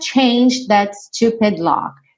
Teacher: no passado, você meio que não escuta nem o E, nem o D.